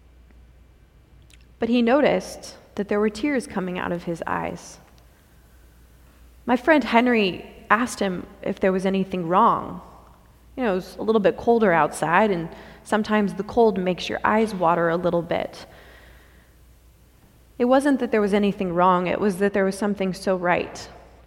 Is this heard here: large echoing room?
yes